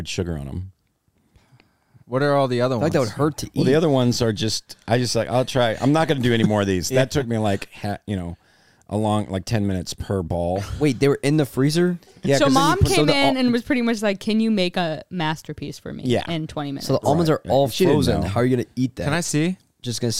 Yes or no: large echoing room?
no